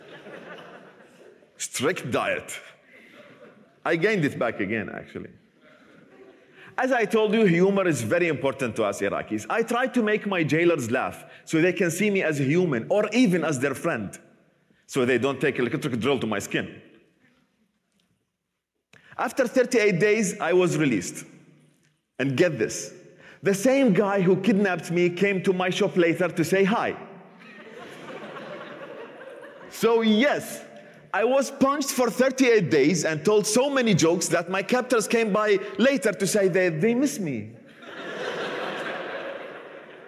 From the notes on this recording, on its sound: recorded at the 2021 Oslo Freedom Forum